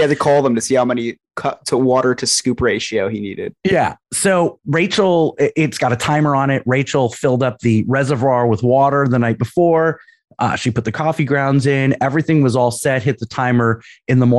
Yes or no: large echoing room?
no